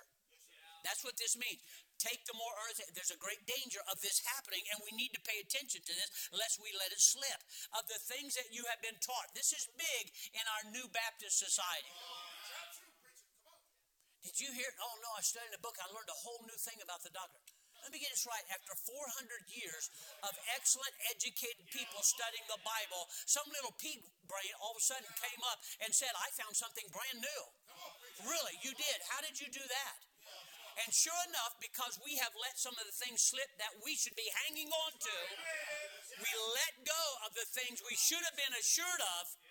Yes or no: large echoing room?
yes